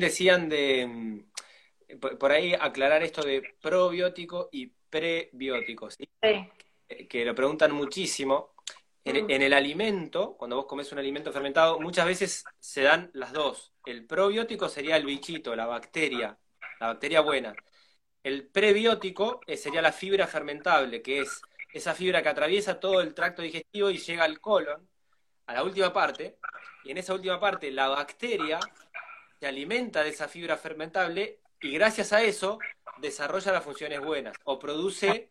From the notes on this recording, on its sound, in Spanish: Audio de la charla en VIVO por Instagram